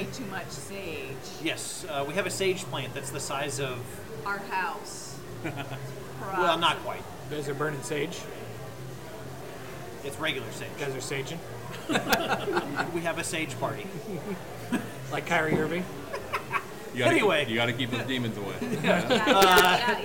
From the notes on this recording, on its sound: We went down to Beatrice to hang out at Stone Hollow. The audio's not great (apologies if you're wearing headphones).